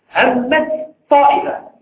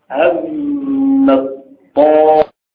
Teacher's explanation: التاء تقلب طاء ساكنة للقرب في المخرج. ثم ما دامت الأمر يتعلق بمتماثلين أحدهما ساكن ثم الآخر متحرك، يضغم الساكن في المتحرك فتصير هكذا هم الطائفة. · Term: الإضغام